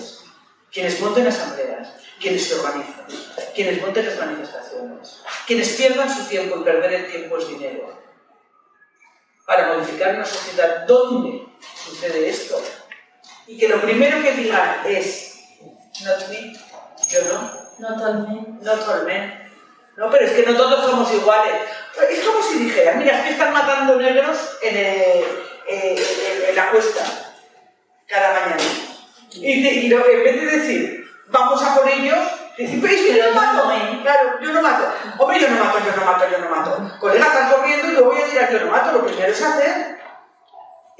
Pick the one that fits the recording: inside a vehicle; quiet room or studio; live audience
live audience